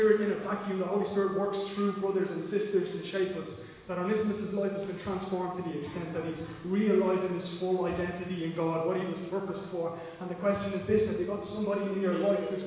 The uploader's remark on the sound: Recorded live at Liberty Church on 19th July 2020